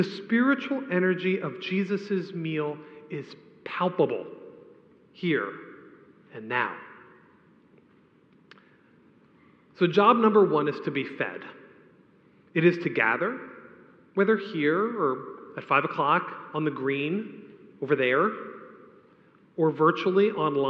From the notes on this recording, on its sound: A homily preached on the Second Sunday of Advent